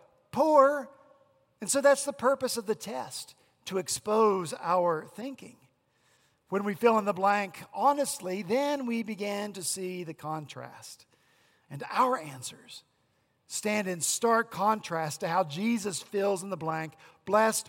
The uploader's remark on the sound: at Redeemer Presbyterian Church in Charleston, SC